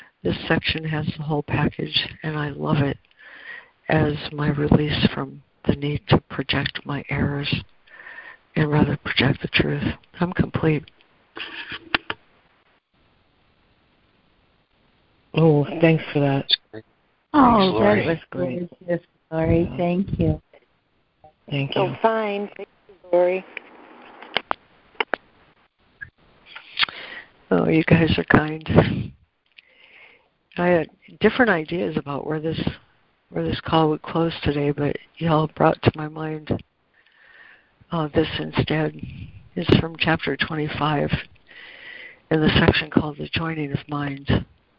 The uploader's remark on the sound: ACIM Daily Conference Call